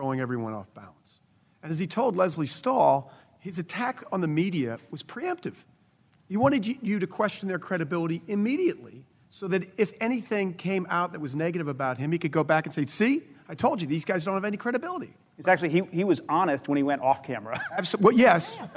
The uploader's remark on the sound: Recently went down to Austin, Texas for the Online News Association’s annual conference and recorded a special edition of Skullduggery in front of a live audience.